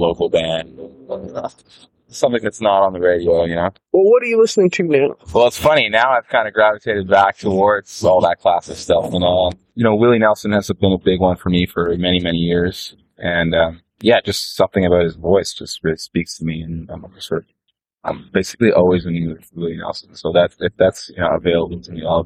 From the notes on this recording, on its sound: They couldn’t quite find the right place and so they ended up walking down the street and sitting down on some steps right near the street. The original recording which went out over the radio was kind of noisy. We’ve cleaned up that recording.